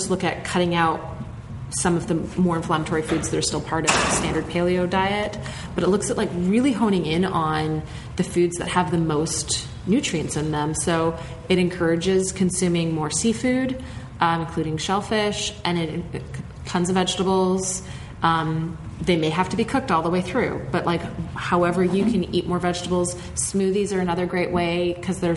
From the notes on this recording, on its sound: In this episode, it's the second part of our LIVE show!